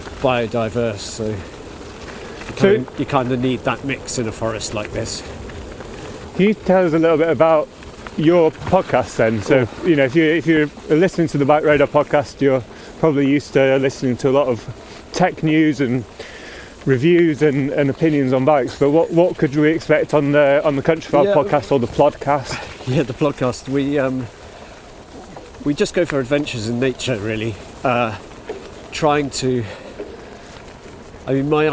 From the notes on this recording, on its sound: taking in the natural sounds and sights of this large, diverse forest in the South West of the UK